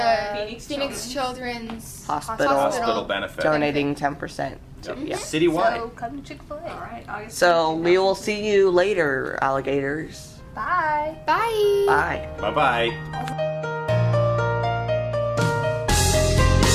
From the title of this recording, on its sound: Crazy Episode Live from Chick-Fil-A